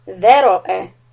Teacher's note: The dha is soft, ra heavy, hamza soft.